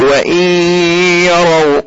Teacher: خلاص إدغام إيه بغنة، إدغام بغنة، أقصد إدغام ناقص، إدغام إيه ناقص لبقاء أثر من أثار النون وهي إيه وهي الغنة. يبقى إذن النون لم تدغم كاملا في الياء